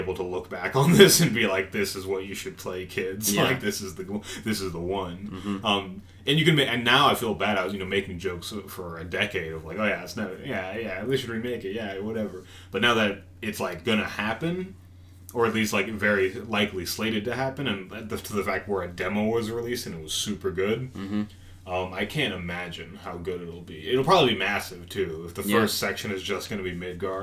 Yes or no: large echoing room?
no